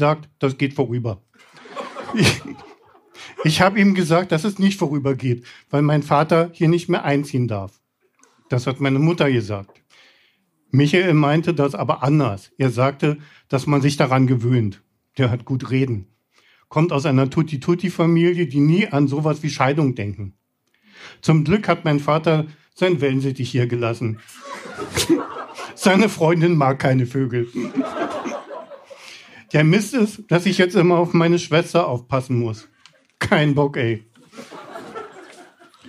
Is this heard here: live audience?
yes